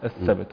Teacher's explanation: فنراعي قلقلة الباء وهمس التاء